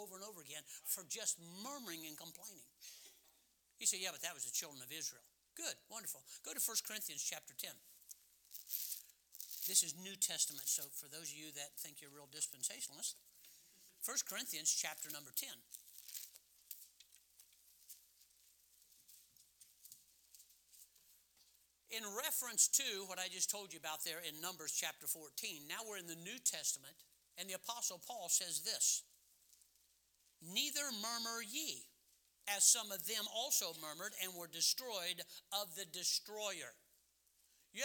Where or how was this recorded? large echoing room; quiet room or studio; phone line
large echoing room